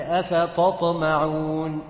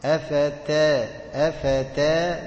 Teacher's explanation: يبقى انا اديت للتاء صفه مش بتاعتها اللي هي ايه؟ تفخيم · Shown in: first take